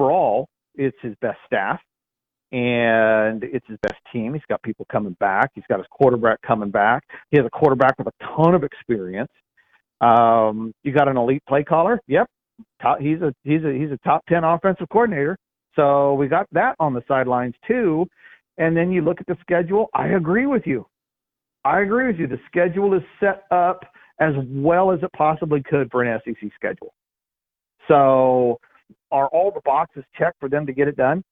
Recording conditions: phone line